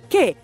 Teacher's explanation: كاف من حروف الهمس متحركة بالفتح